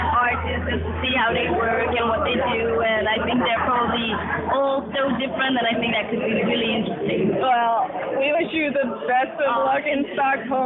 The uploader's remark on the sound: Please excuse the audio quality - we were completely unprepared. It should still be listenable, though.